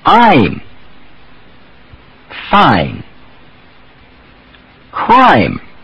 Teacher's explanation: it began with the back of the tongue moving down into the A, A, A, and then gliding up and forward into the sharp E · Term: diphthongs or double vowels